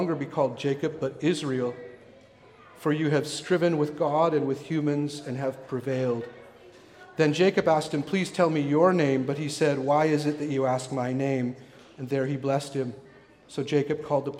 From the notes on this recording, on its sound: recorded at the Pipe Shop venue in North Vancouver